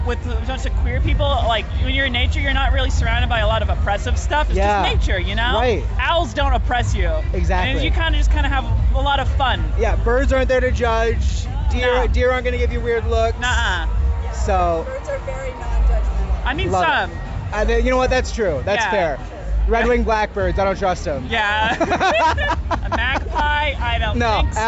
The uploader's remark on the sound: On the street live from Chicago Pride Fest! They’re interviewing people all about their experience in nature!!